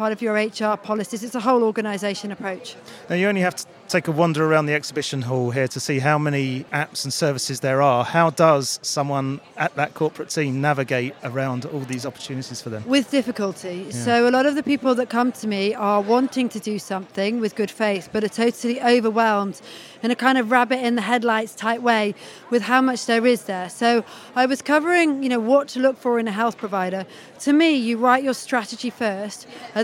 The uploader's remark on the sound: Recorded at the fourth Mad World Summit, which has become the global go-to solutions-focused conference and exhibition.